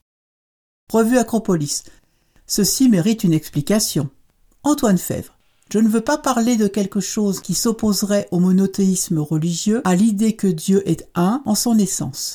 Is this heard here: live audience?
no